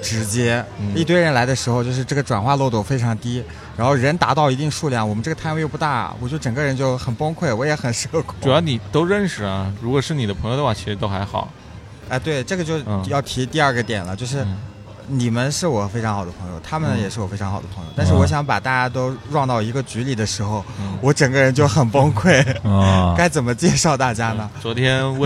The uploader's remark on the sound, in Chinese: 市集现场。尤其在市集摆摊过程中。我们还是尝试了一次公开录音，面对形形色色走过的观众。